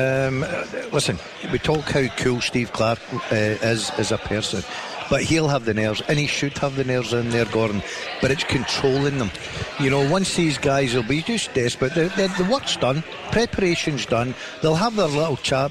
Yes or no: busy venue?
yes